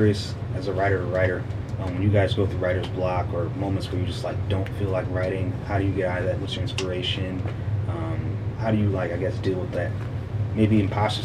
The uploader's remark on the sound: A recording of a book-release event at Tangible Books on September 16, 2023.